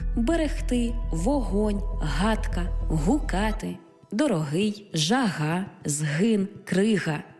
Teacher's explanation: Буква «г» передає на письмі глотковий щілинний приголосний